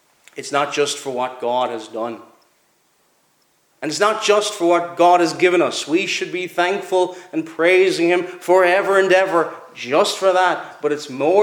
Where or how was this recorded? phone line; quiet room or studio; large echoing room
large echoing room